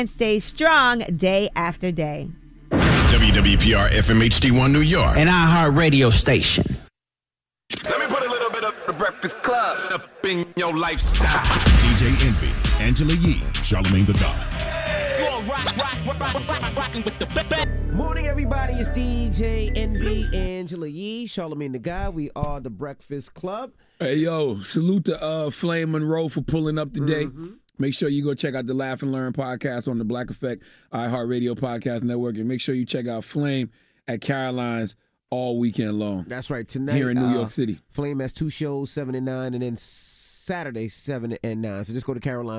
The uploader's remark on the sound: we opened the phone lines